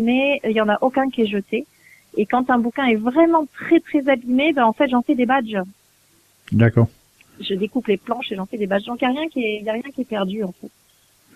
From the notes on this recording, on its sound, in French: reçoit par téléphone